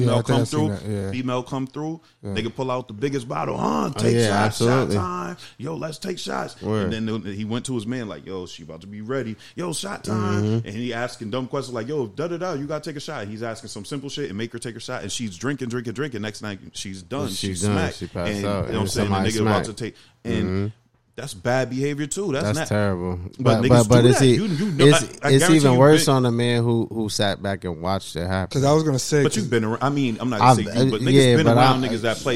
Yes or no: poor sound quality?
no